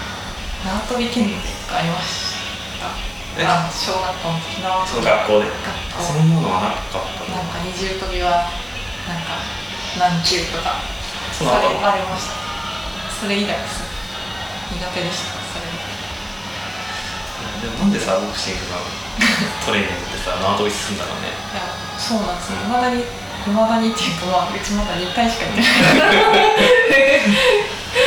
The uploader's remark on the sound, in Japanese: 今回カラオケボックスでの録音のため、音質的に聞き苦しい点が多々ございます